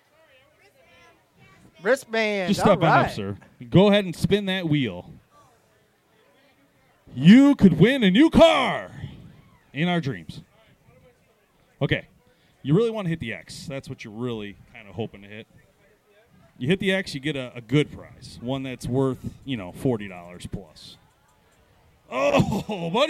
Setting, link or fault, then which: setting, busy venue